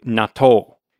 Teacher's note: The double T sound. You put the emphasis on the second syllable, and yeah, there's a little gap after the T is kind of natto.